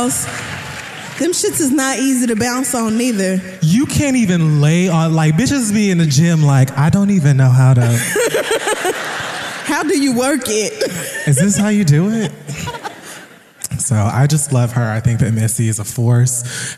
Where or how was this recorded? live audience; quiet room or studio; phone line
live audience